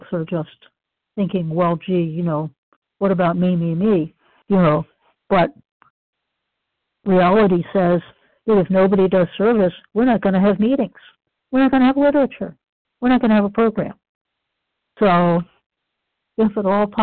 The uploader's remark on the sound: the 100 Pounders Phone Meeting